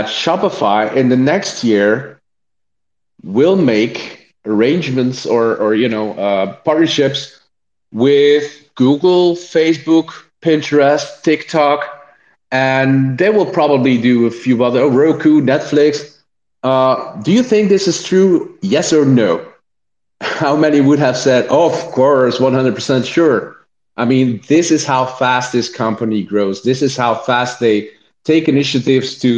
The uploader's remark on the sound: The recording from the Twitter Spaces event